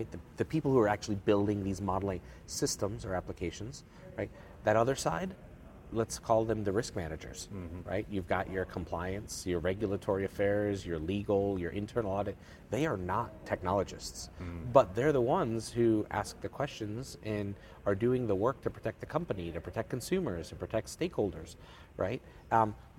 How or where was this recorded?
busy venue